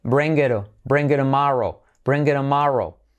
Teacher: Bring it, T como R suave